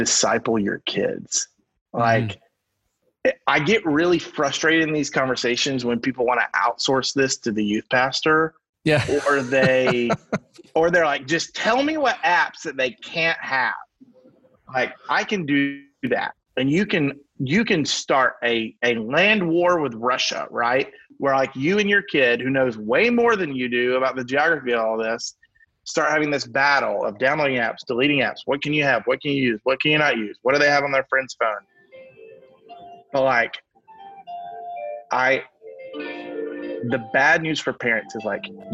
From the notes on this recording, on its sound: via Zoom